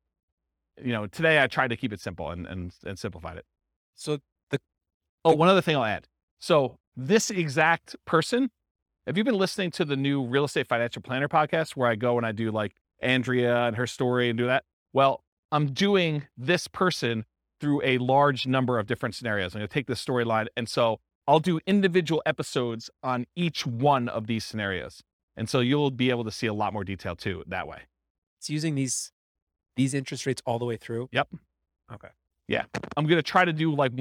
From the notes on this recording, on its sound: This was a live class recorded